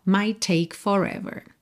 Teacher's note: Might termina em T, take começa em T, você junta num T só.